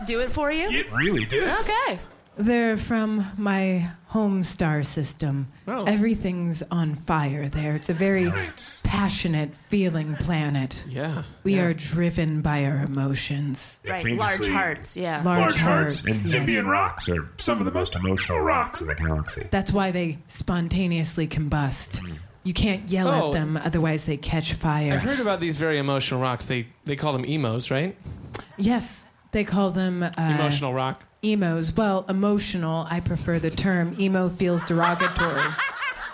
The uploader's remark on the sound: Recorded LIVE on 1/21/2018 at Caveat in New York City.